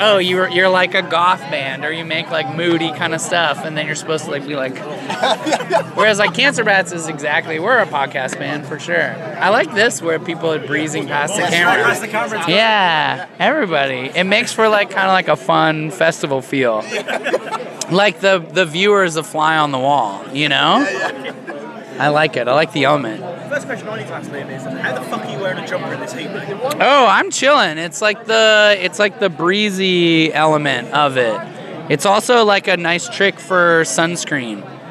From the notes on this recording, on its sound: From our 'Live from 2000 Trees 2023' series.